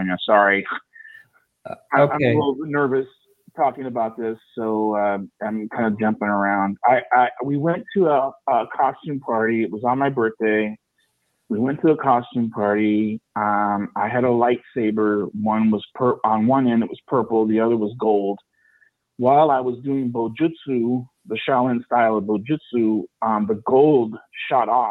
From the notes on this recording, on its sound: a call in show, people call in with questions